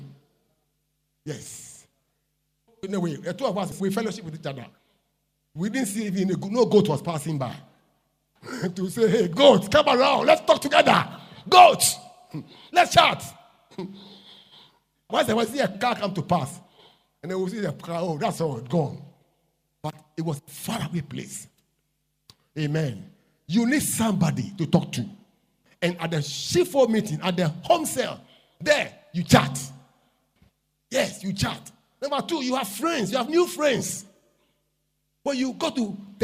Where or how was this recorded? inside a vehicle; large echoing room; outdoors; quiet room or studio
large echoing room